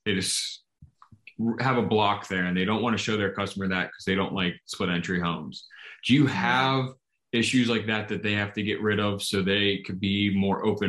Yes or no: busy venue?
no